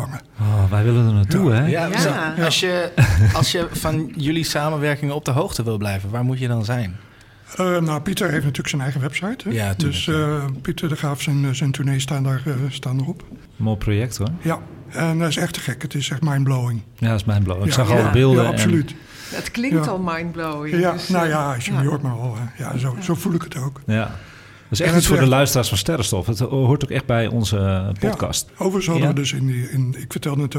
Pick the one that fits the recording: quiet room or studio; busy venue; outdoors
busy venue